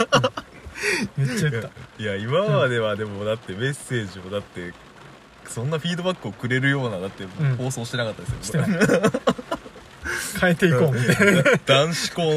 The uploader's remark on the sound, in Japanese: 車中収録の為、雨の音が入ってますが…一種のBGMだと思ってお聞きください。雨音ASMR仕様。